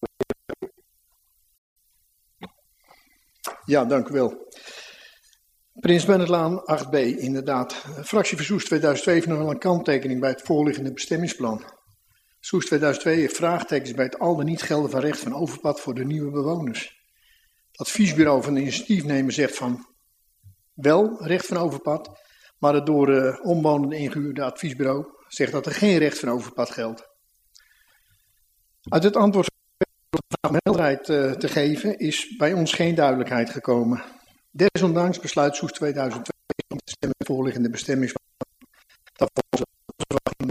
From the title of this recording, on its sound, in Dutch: Beeldvormende vergadering (Raadzaal)